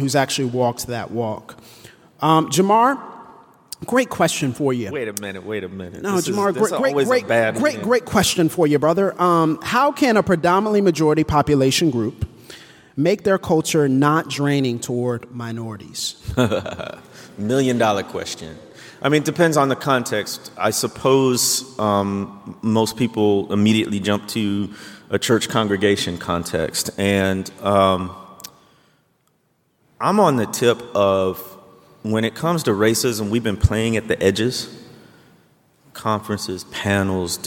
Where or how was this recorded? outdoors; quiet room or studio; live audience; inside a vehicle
live audience